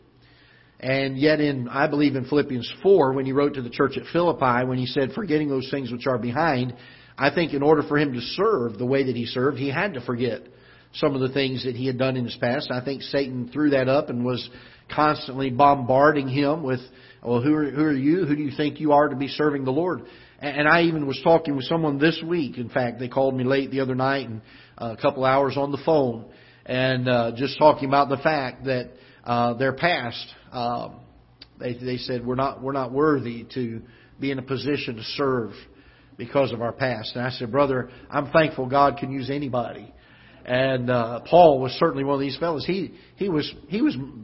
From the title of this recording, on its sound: Ketha Heights Baptist Church ~ Live Broadcast